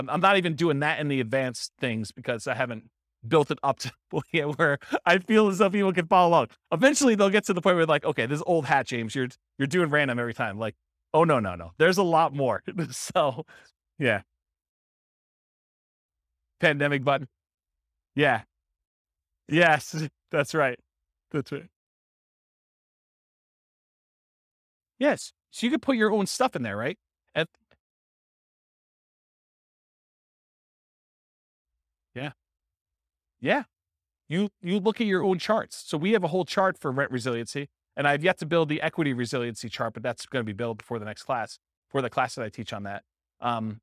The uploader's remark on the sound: This was a live class recorded